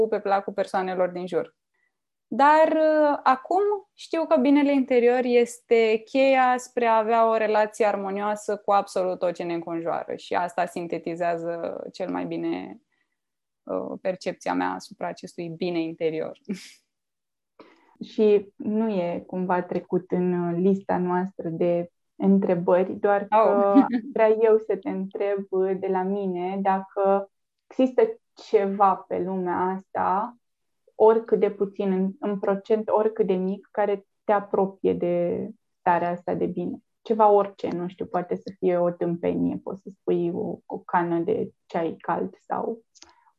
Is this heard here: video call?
yes